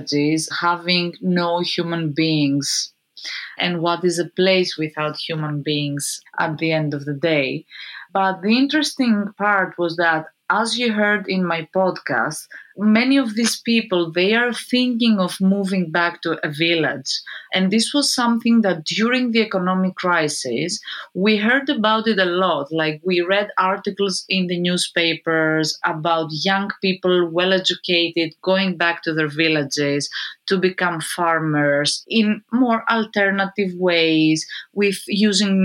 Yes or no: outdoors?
no